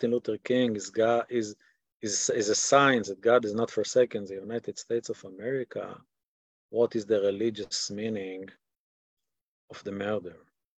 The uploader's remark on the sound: This audio was originally captured from Zoom